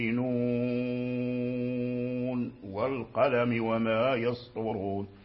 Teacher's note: فإما إدغام كامل وإما إدغام ناقص، ولم يقرأ أحد بالإظهار، إظهار نون عند الواو. فمن أظهر فلا بد من أن يسكت سكتة خفيفة